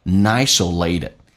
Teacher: being 跟后面一个单词 isolated 可以有一个连音，也就是把 g 去掉用前面的 n 可以连，也可以不连，也可以连。如果连的话 g 去掉用前面的 n 叫 nisolated 指的是孤立，怕被孤立。这一段我们慢速的版本来说一下。